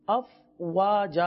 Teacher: آگے اف وا جا، تو یہاں پر واو کی ادائیگی کا خاص خیال رکھنا ہے، اف وا جا پڑھنا ہے، یعنی واو کو دونوں ہونٹوں کی گولائی سے ادا کرنا ہے